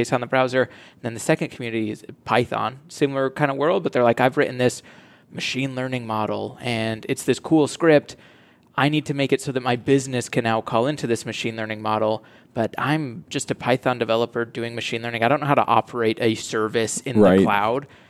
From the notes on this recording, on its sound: Coming to you live from the podcast booth at Microsoft BUILD. Microsoft Build 2019.